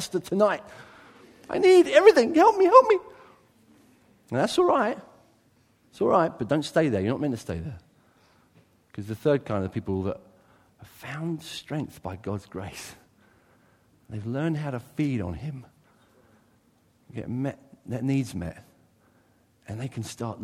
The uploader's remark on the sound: a sermon taken from his church; Church of Christ the King, Brighton